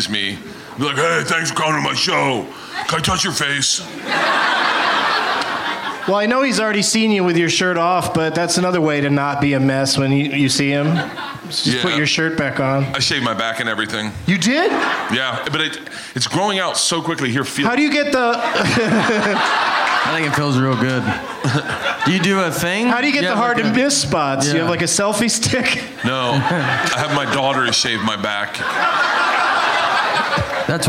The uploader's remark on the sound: Live from Zanies Comedy Club in Nashville